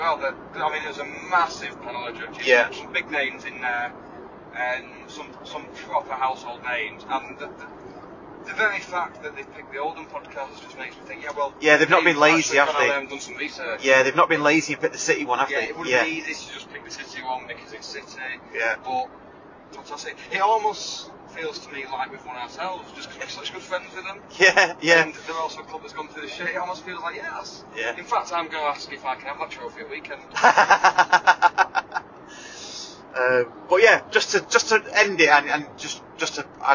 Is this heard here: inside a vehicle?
yes